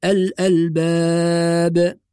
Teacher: طالما الباء بقت ساكنة تأخذ حكم القلقلة، فنقول الألباب، وهذا هو النطق الصحيح، لآيات لأولي الألباب.